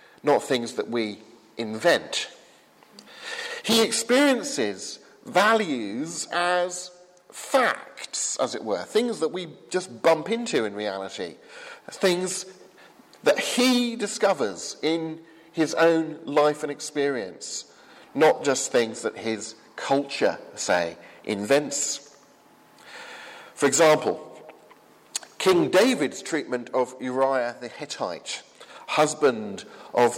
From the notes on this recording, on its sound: from the 8 am service at Highfield Church Southampton, 27th September 2015.